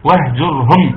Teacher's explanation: هنا ميم اتى بعدها حرف الهاء ده اظهار شفوي